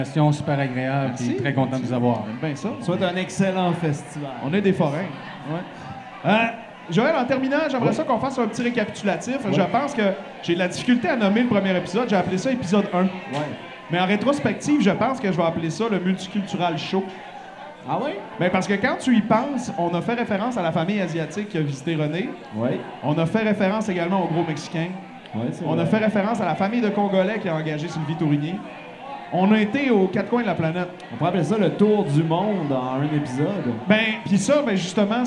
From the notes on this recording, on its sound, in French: enregistrés au Lion Bleu dans le cadre du Festival d'humour d'Alma